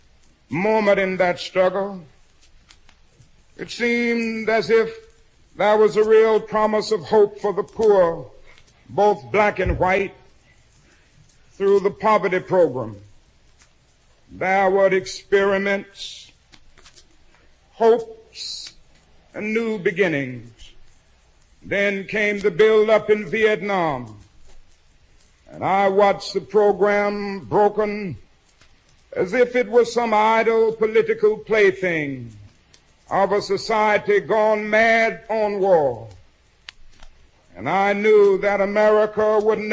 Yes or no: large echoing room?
yes